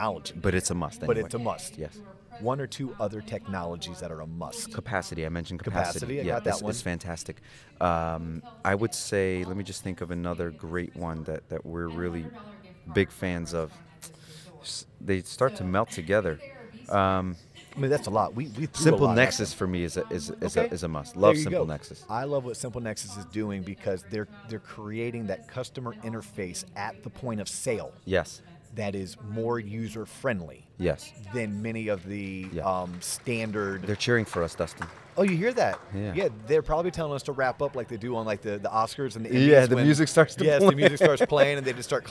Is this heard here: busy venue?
yes